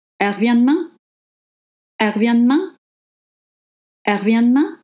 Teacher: In spoken French, le E is dropped.